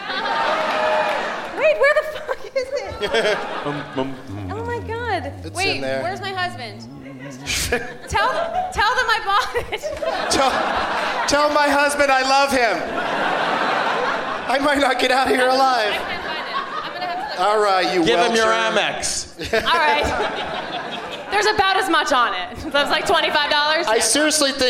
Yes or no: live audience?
yes